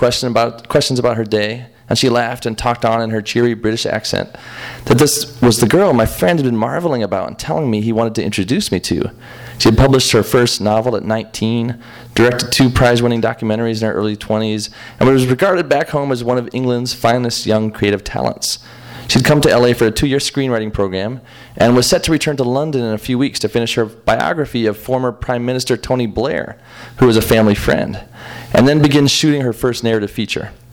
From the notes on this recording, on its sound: THIS EVENT WAS RECORDED LIVE AT SKYLIGHT BOOK MAY 1, 2013.